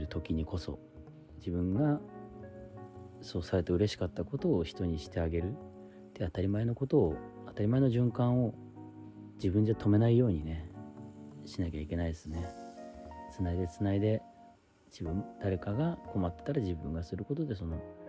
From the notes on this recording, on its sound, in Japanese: 無菌室なので空気清浄機のノイズや音量バランス等お聞き苦しいかもしれませんがあしからず。